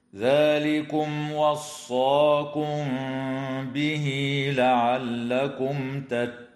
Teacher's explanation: أما الميم الساكنة في قوله تعالى وصاكم به فحكمها الإخفاء الشفوي مع الغنة